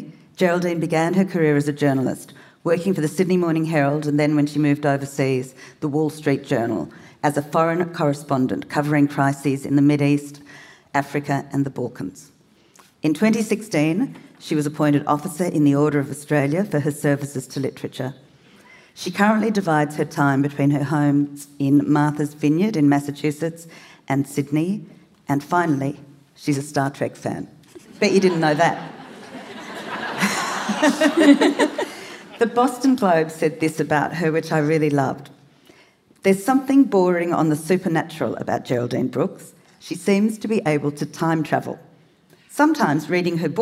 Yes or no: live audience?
yes